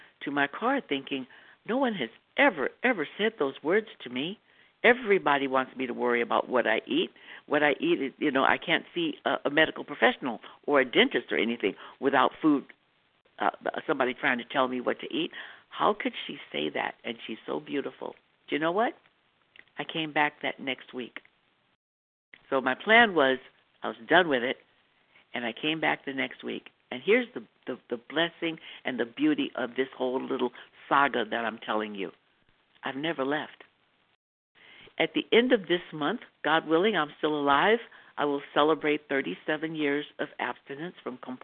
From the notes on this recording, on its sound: from the 100 Pounders Phone Meeting